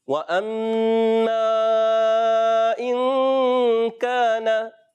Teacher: अलिफ मद्दा, एक अलिफ खींच कर अदा करेंगे, यहाँ नून की जबर को नहीं खींचेंगे